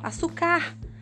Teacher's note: Porque ele termina, a palavra neste caso termina em R. Se eu não colocar um acento, a palavra naturalmente vai ser oxítona, açucar.